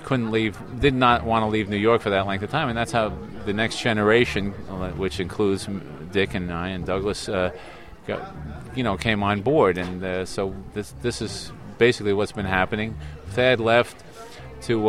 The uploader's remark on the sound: A collection of short interviews recorded at the 2009 Tanglewood Jazz Festival in Lenox, MA.